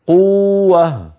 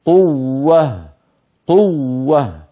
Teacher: قوة لما تأتي واو مشددة مثل قوة وقبلها مضموم، على القارئ أن ينتبه فلا يمط، لا يمط حرف المد المضغوط · Shown in: second take · Term: بيان المشدد